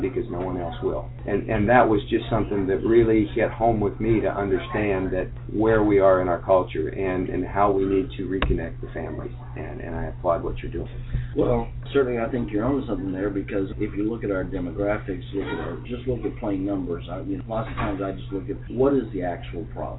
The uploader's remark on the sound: At the 2013 National Youth at Risk Conference in Savannah, Georgia.